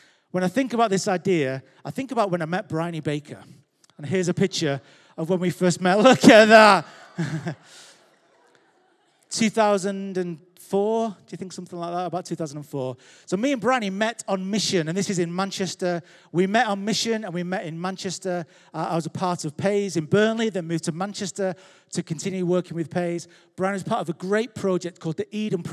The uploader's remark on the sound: Recorded live at Life Church Lancashire 29th January 2023